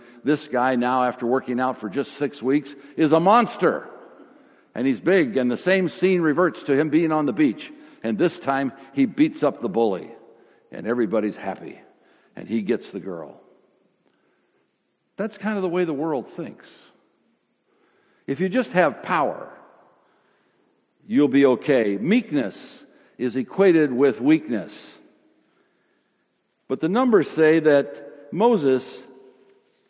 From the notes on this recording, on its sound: Sermon audio from FIBC Copenhagen, from Sunday, May 1, 2016.